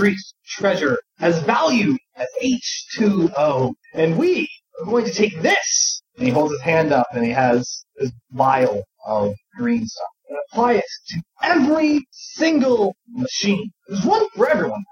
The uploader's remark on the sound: Sorry about the audio.